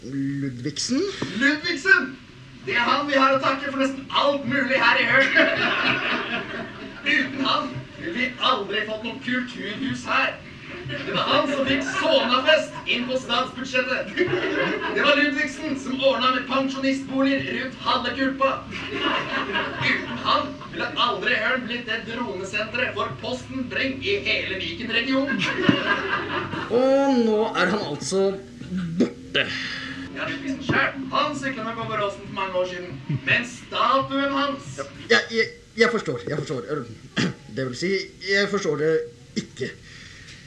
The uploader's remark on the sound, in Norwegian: Live fra Sånafest. Spilt inn under festivalen Sånafest, direkte foran publikum.